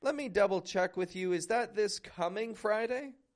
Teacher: My voice kind of goes up in the coming there just to stress.